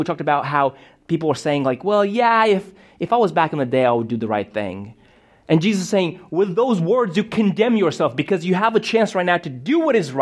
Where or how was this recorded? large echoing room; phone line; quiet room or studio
large echoing room